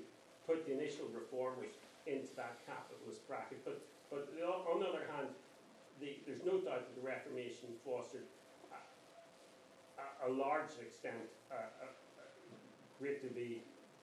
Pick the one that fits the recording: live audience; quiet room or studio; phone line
live audience